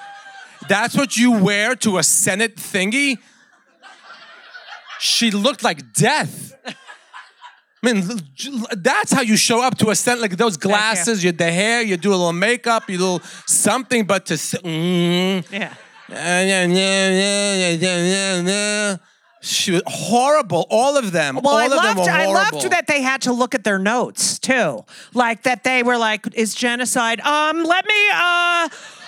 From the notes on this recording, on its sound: In front of a LIVE audience.